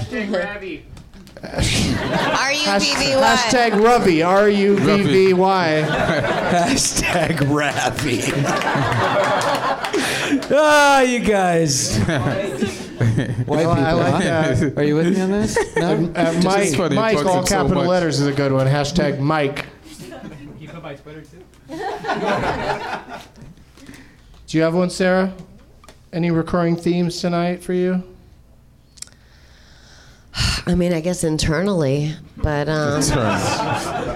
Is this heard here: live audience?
yes